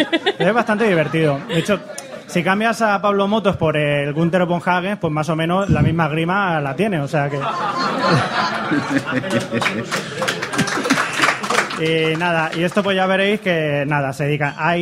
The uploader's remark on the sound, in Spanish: tuvimos la oportunidad de hacer en directo con público, nuestro Tercer Especial Telebasura desde las Decimas Jornadas de Podcasting , que se celebraron en Zaragoza